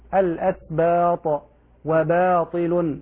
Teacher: الباء حرف مرقق تجب العناية بترقيقه لا سيما إن أتى بعده ألف